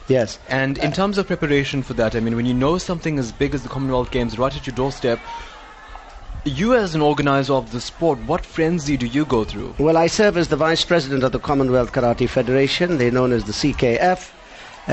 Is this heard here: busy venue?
yes